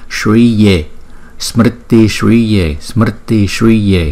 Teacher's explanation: chữ s có dấu sắc, chúng ta sẽ đọc là sh, sh, cong lưỡi lại